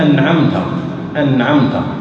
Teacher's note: لابد انعمت تنطق النون ساكنه واضحه